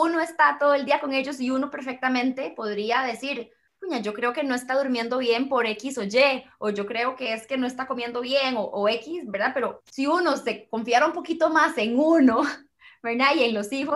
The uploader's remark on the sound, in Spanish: nos pusimos a conversar vía Zoom